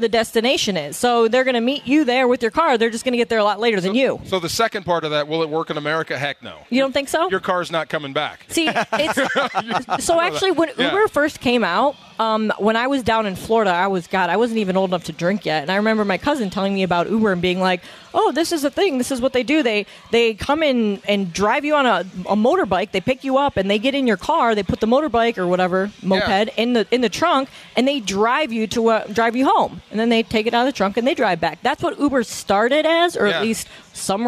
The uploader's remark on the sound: live from Yaavama